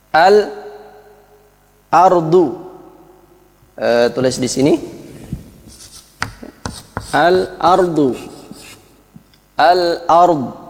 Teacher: maka alnya dibaca izhar, lamnya jelas · Term: izhar qomariyah